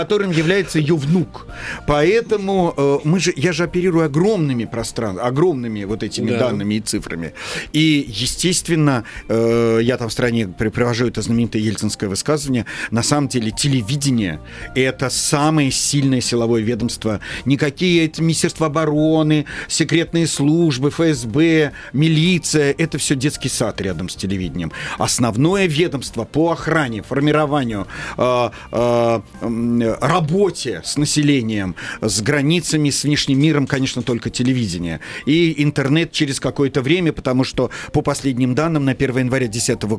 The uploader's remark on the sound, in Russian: Нам ничего не остается, как начать этот разговор по телефону.